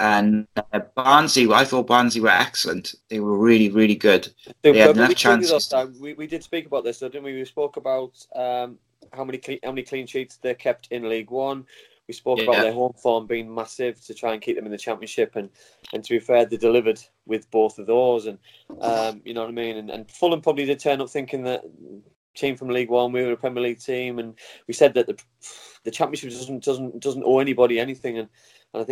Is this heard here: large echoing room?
no